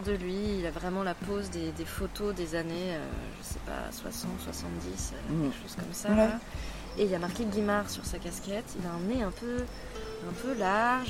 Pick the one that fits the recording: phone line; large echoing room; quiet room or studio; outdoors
outdoors